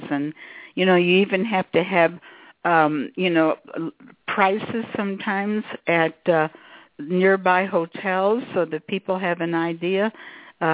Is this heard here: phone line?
yes